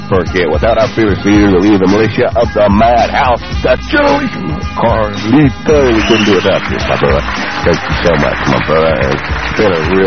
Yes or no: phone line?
yes